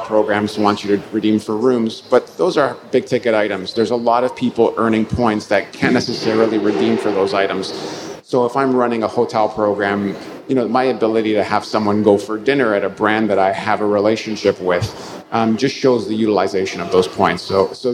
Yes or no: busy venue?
yes